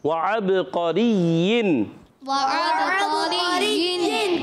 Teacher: زبان کی جڑ تعلق نرم حصے سے. را کے لیے زیر، را باریک ہو جائے گی. را کو یا سے ملائیں گے، یا مشدد ذرا رک کر ادا کریں گے.